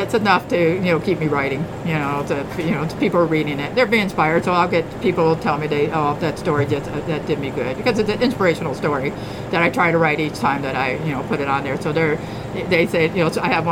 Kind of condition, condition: setting, busy venue